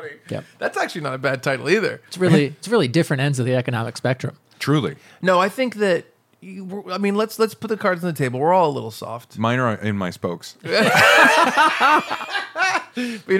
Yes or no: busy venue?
no